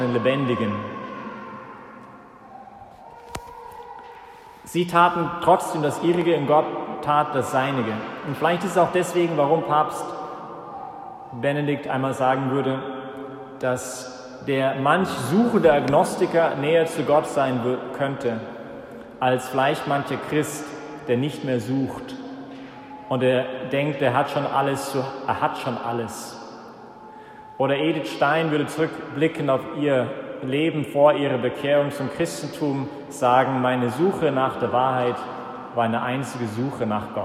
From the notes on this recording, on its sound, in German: Das war die Predigt während der Ostervigil, die vom Zentrum Johannes Paul II. In der Minoritenkirche in Wien.